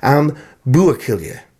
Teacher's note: with the emphasis on the first syllable boo